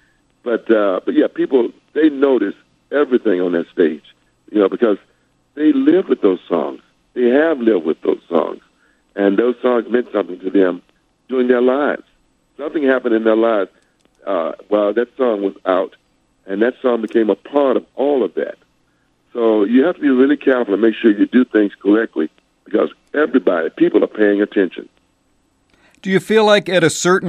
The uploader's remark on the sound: called in to chat